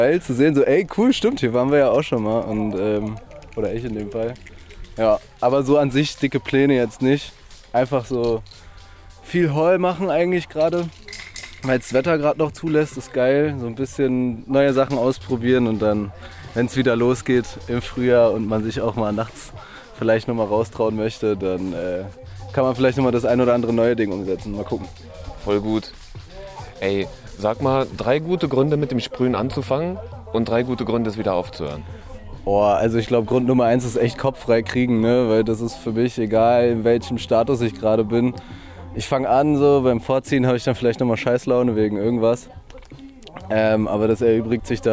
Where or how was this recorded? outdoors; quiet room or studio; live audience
outdoors